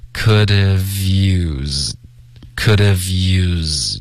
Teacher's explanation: could have,这一段 v 的音跟 used 会连读